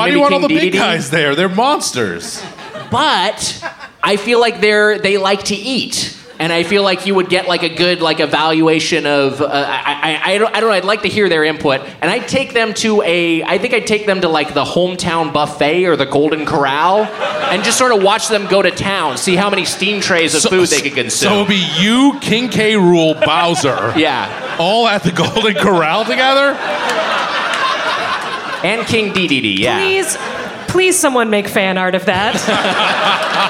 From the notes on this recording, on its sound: Recorded live in SF at Cobb's Comedy Club as part of SF Sketchfest.